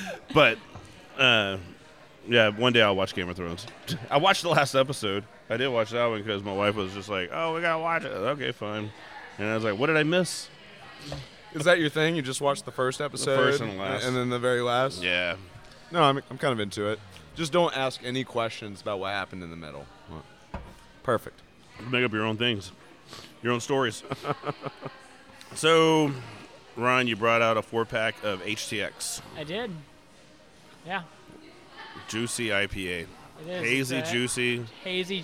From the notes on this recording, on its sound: This week we stop by Urban South HTX